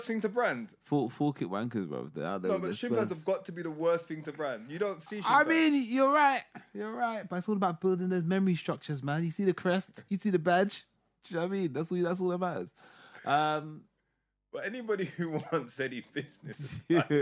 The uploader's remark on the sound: Apologies for the sound quality after the intro, just turn us up a little